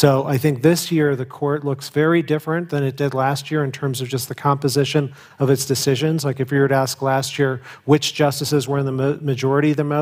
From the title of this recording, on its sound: Live from the Aspen Ideas Festival